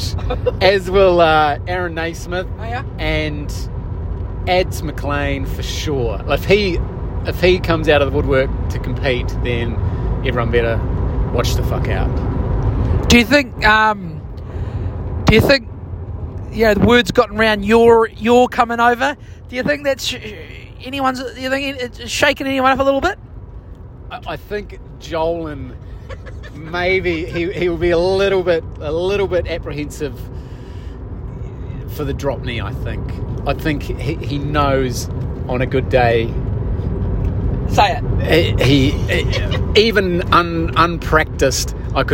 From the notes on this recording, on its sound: We recorded it in the car on our way there.